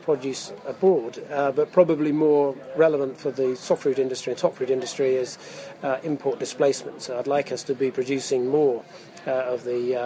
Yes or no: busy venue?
yes